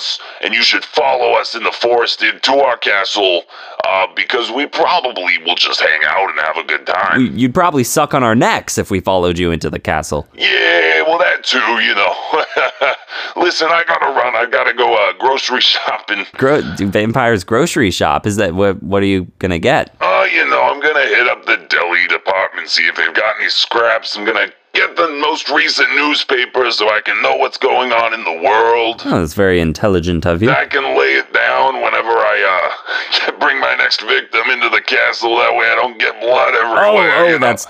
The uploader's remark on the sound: phones in for an exclusive interview